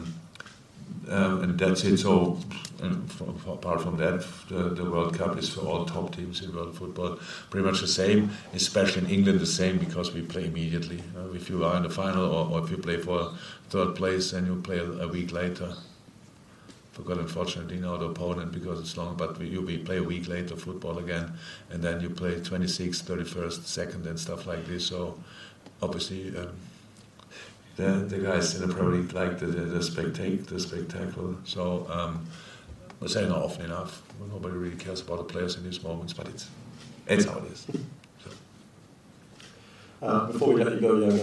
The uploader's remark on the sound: Post-Match Press Conference. Spoke to the media at his press conference after Liverpool beat Crystal Palace 2-0 in Singapore.